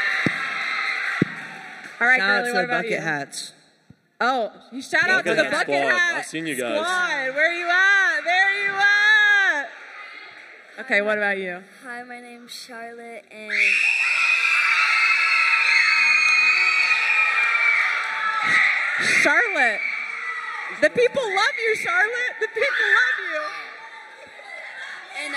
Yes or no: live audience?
yes